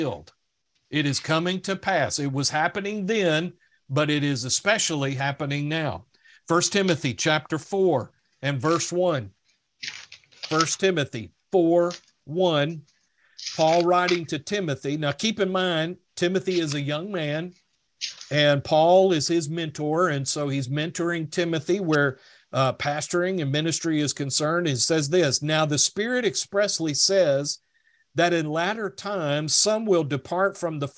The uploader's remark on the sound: These lessons come from our Wednesday Evening ZOOM Online Bible Study.